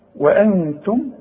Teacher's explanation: انا عندي نون بدون تشكيل بعدها الت، والت من حروف الاخفاء، يبقى حغن واخفي